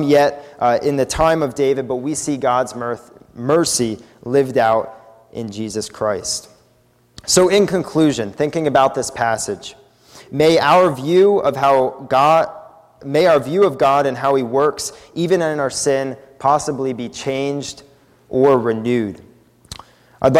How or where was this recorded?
large echoing room